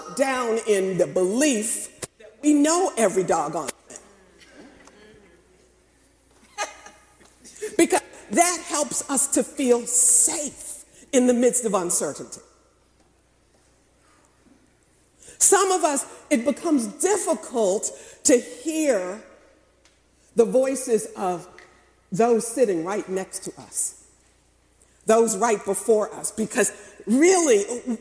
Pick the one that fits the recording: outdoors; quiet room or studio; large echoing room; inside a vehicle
large echoing room